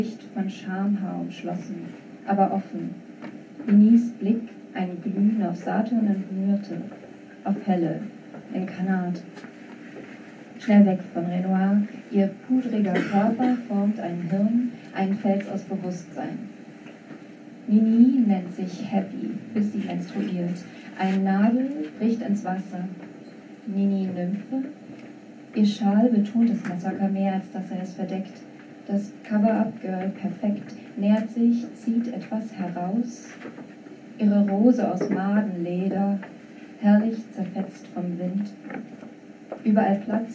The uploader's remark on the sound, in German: Die Live-Mitschnitte entstanden auf der gemeinsamen Releaselesung der Literaturzeitschriften Bella Triste und Edit in Kooperation mit dem Literaturformat Textkneipe West am 27.04. In Leipzig.